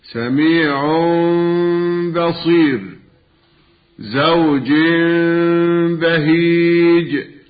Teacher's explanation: يجد نفسه ينطق بميم مخفاة بدلا من النون الساكنة أو التنوين · Term: الإقلاب